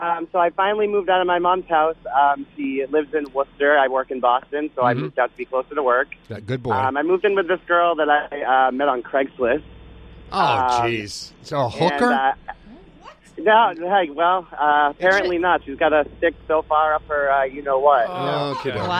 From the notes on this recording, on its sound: Listeners call